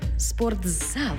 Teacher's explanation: У слові «спортзал» звук «т» переходить у звук «дз»